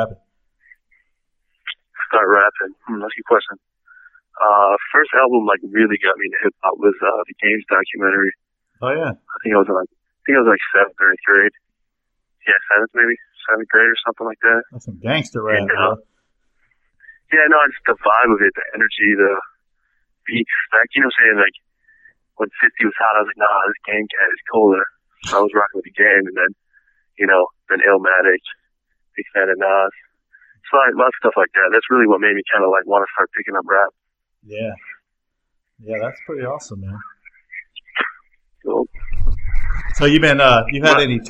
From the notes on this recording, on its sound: On the phone.